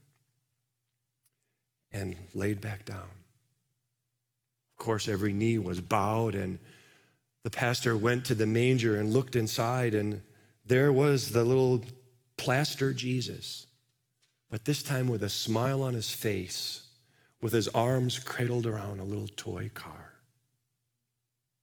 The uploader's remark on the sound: Live from our Celebration Ministry Center